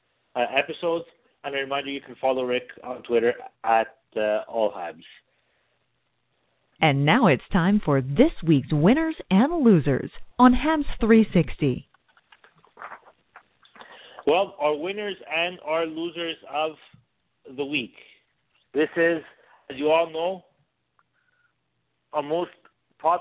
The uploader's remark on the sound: We take your phone calls (1-877-455-4945).